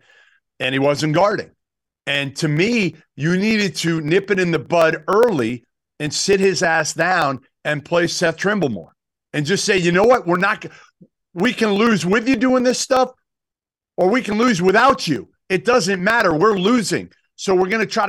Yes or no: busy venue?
no